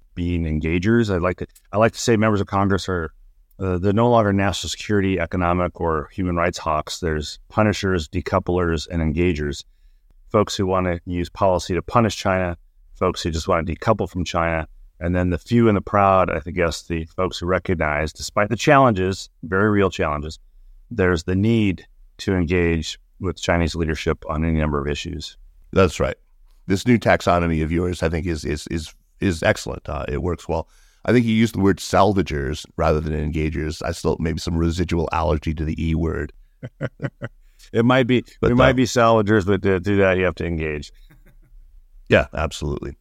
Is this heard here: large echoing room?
no